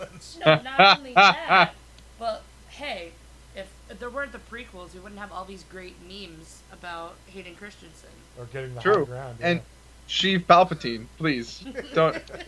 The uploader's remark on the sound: APOLOGIES FOR THE SOUND ISSUE.